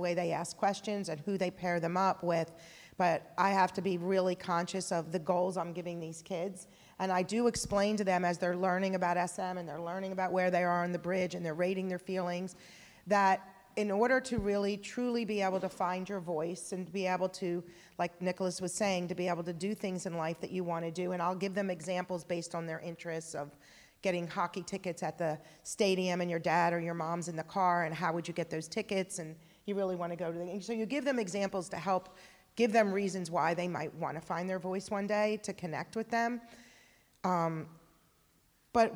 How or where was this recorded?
live audience